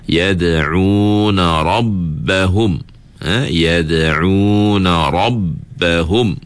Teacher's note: bila ra ni tebal, kawasan ataupun lidah kita di bahagian pangkal lidah itu perlu diangkat · Term: ra tebal